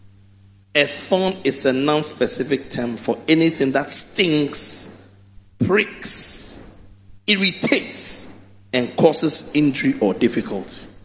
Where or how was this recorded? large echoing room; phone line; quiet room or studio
large echoing room